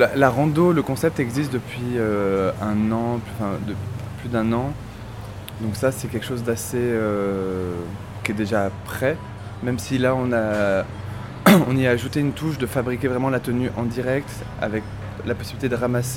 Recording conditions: outdoors